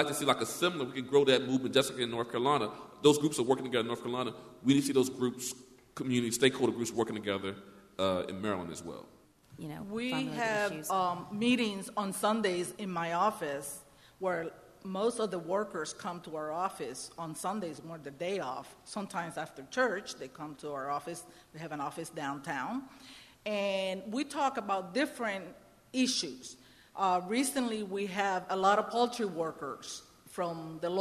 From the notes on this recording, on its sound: A powerful town hall meeting recorded last week in Salisbury.